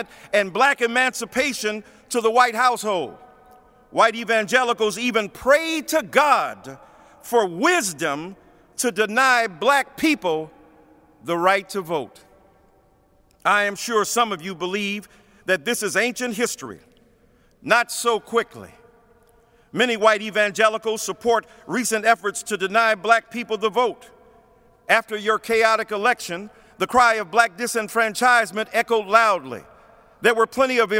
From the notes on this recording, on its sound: preached at Washington National Cathedral